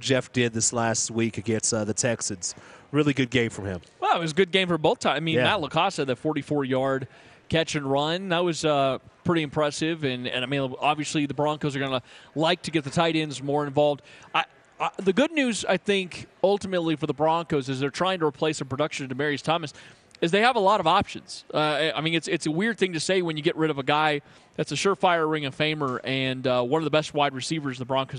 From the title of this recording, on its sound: Live From Bad Daddy's